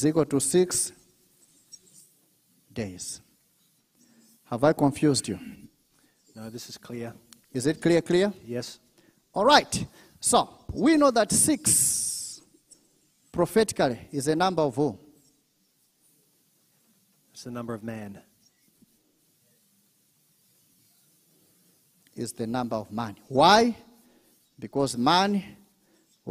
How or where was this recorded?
large echoing room